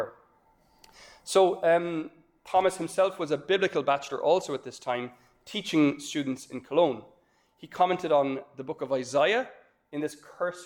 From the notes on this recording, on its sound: This lecture was given on June 16th, 2023, at Glencomeragh House, Ireland.